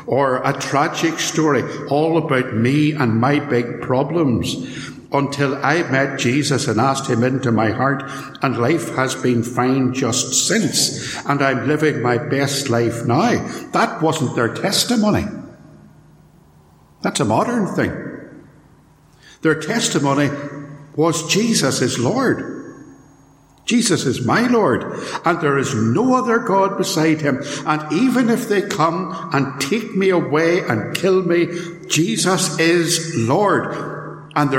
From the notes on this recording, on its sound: This sermon was recorded at Templepatrick Reformed Church